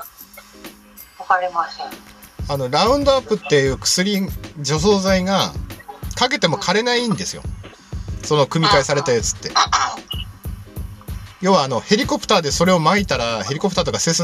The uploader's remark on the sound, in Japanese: クラハで許可貰いながら収録とゆう斬新な方法を開発した